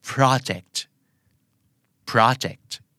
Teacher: เจ้าของภาษาออกไปทางโปรกึ่งปรอนะครับ